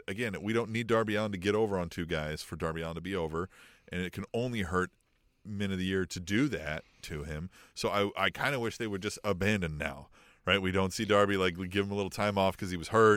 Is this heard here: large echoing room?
no